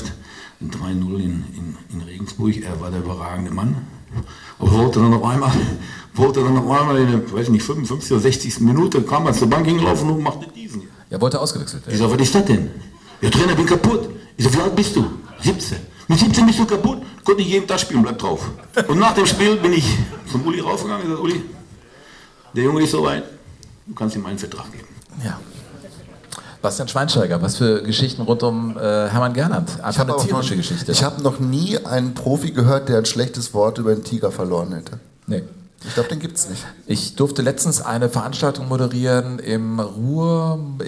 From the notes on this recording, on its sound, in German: Jogo Bonito live in Moers. Live-Show aus dem Bollwerk in Moers.